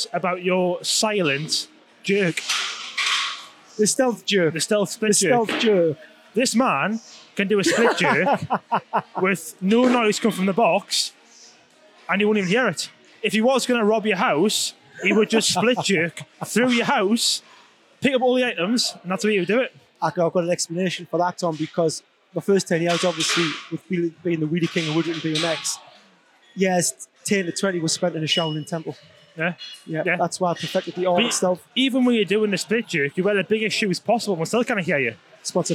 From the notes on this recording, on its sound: This week's episode comes from the wonderful and exciting in-house competition held every year at the award winning Crossfit Northumbria. Letting the YHHS record an episode live during the hustle and flurry of the North East premiere crossfit athletes.